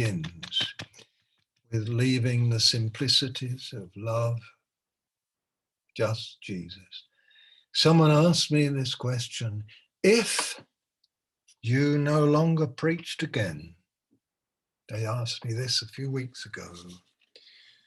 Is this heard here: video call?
yes